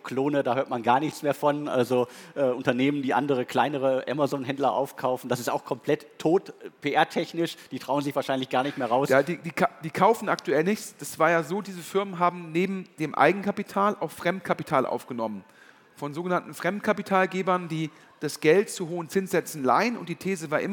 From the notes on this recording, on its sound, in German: Ein Live-Podcast vom Digitale Leute Summit 2022 in Köln.